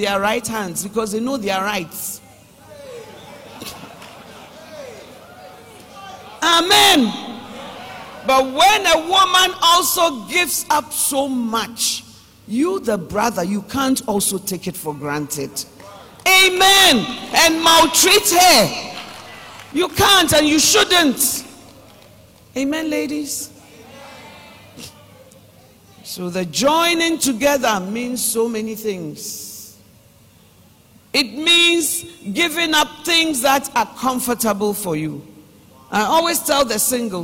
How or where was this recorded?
large echoing room